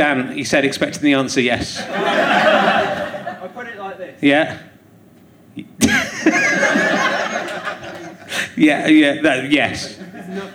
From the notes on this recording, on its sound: Leicester Square Theatre Podcast. Interviews a member of his audience.